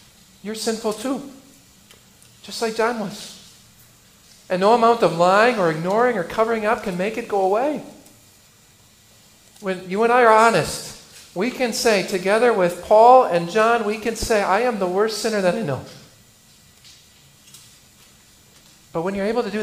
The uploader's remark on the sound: I preached for the funeral of a dear Christian man from our congregation.